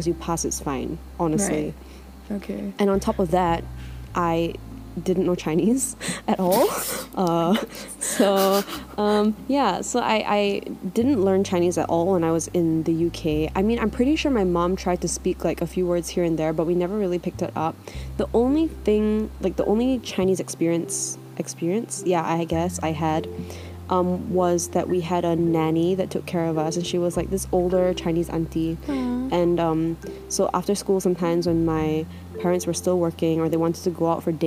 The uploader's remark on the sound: Both our laptops kept making loud fan noises.